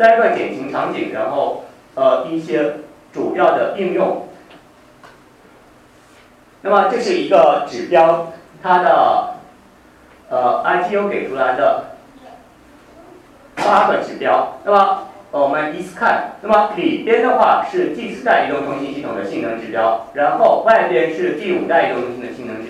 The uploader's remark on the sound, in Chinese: “复兴论坛”是由复旦大学、中国科技大学、同济大学、兴业全球基金合作的高端学术文化论坛。本音频是由“复兴论坛”系列讲座录音整理而成。